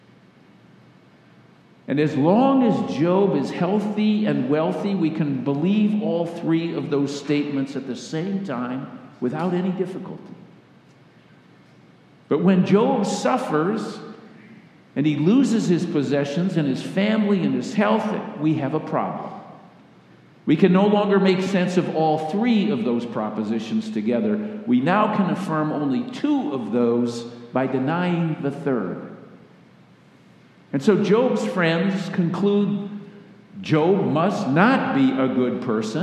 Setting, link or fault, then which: setting, large echoing room